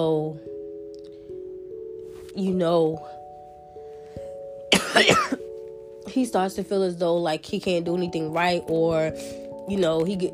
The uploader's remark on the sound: This was recorded within two days and I had a bad cold so please ignore the coughing. Some tears were shed during this recording as well.